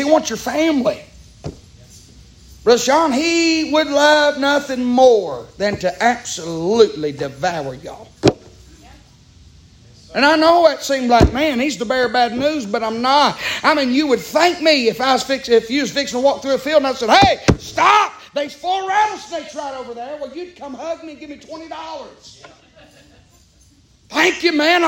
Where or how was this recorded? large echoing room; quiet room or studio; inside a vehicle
large echoing room